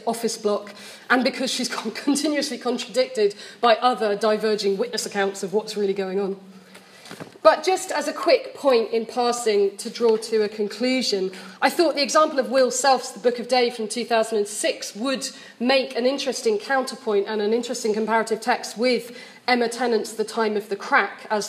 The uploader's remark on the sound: Deliver one of the plenary addresses at the London Literary Society&#39;s annual conference in July 2017. Deliver one of the plenary addresses at the London Literary Society's annual conference in July 2017. Held at the Institute of English Studies, Senate House, University of London.